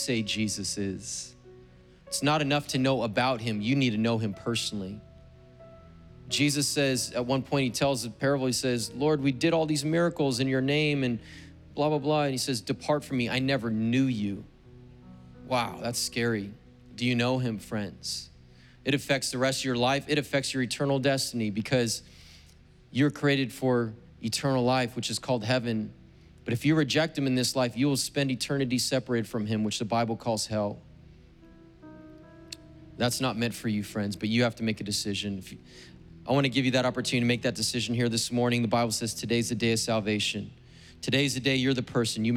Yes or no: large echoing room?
yes